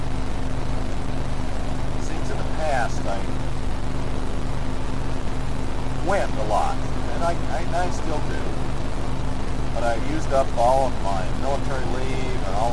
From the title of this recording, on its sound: Driving into work